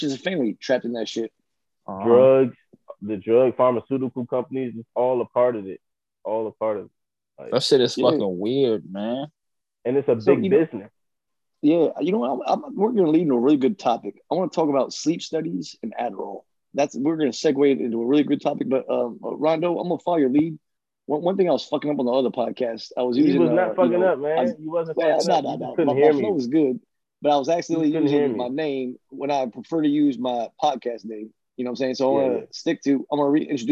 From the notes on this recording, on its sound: ZOOMCAST